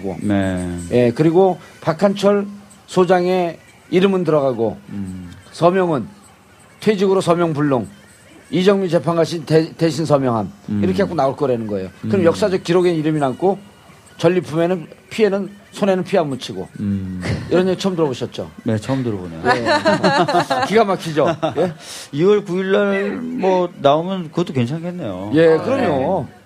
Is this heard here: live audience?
yes